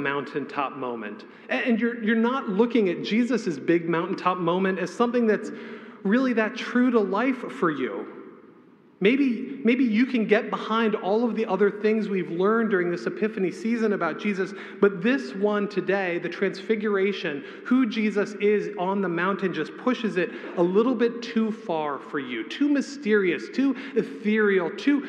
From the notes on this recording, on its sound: A homily preached on the Last Sunday after the Epiphany, February 11, 2024